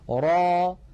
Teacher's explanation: را هذا مد طبيعي، ألف مسبوقة بفتحة، نمدها بمقدار حركتين ونحرص ألا نخرج في آخرها همزة